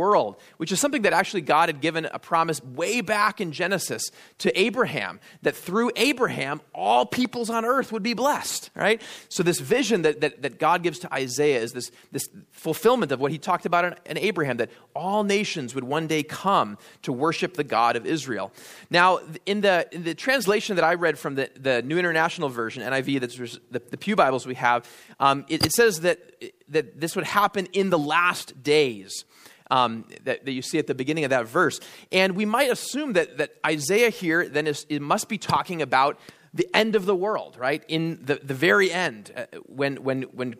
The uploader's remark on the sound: At Immanuel Lutheran Church in Pasadena, CA.